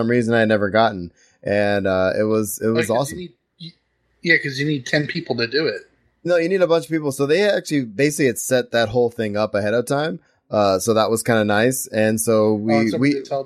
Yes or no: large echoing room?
no